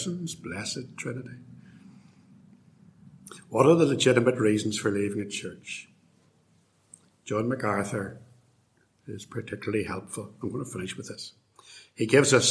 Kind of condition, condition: setting, large echoing room